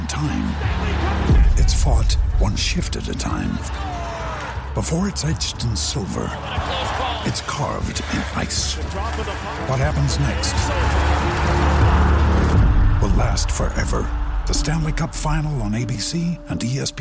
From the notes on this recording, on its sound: LIVE from Ken Riley Field at Bragg Memorial Stadium.